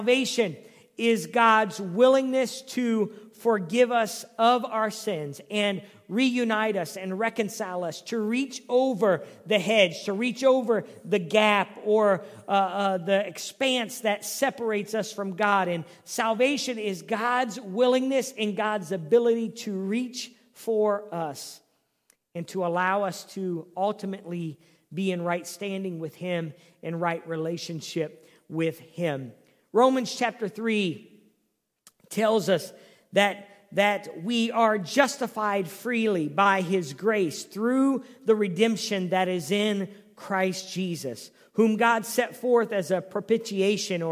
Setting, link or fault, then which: setting, large echoing room